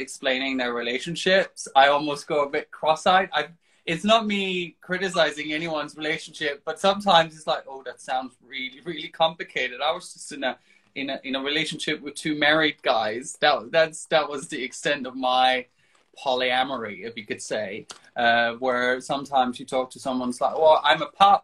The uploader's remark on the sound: Recorded on 27 August 2022 on Instagram Live